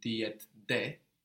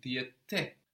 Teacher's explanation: To match the hard t, the de will become te. · Shown in: second take · Term: consonant harmony